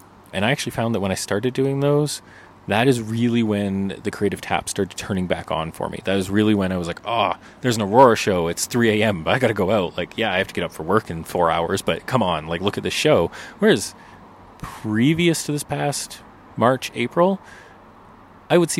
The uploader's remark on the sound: We take this podcast out of the studio and into the great outdoors. Recorded beside the stunning Bow River in Banff National Park.